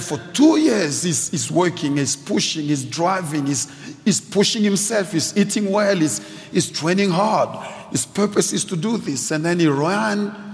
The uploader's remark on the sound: preached at Grace Bible Church Pimville